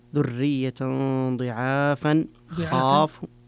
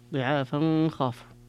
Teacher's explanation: ففيها الإخفاء لأبي جعفر عند الوصل